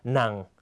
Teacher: เสียงหนังนะครับจะคล้ายกับเสียงเอกแต่เสียงหนักกว่านะครับและหยุดในตอนท้ายทันทีนะครับ · Term: วรรณยุกต์หนัง